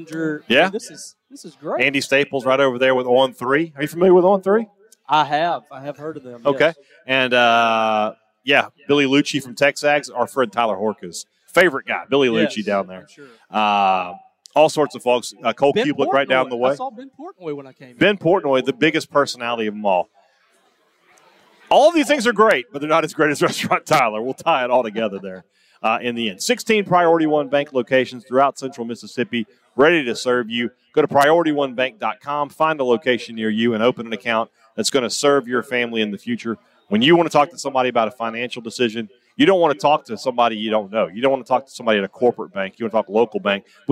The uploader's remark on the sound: report live from Radio Row in Nashville as Media Days kicks into full gear